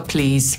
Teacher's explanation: ten wyraz kończy się w wymowie na z, a nie na s. Mimo że czasem naprawdę trzeba się postarać, żeby to z usłyszeć.